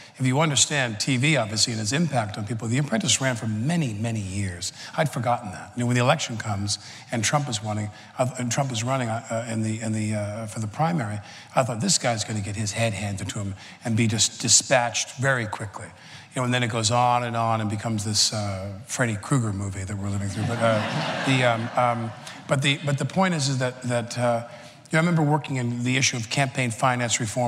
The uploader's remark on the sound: The conversation was recorded at 92nd Street Y on November 9, 2017.